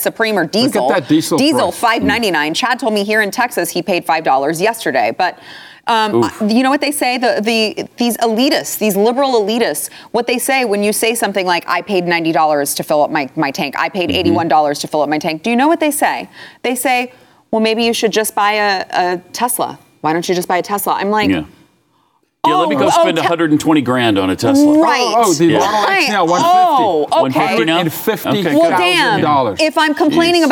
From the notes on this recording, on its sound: prompting applause from the audience!